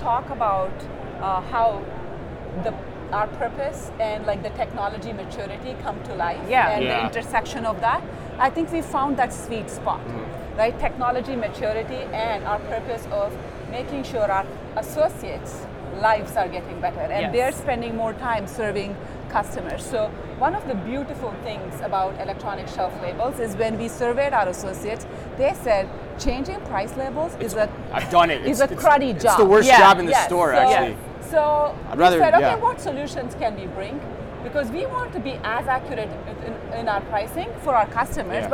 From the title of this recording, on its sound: Live From NRF 2024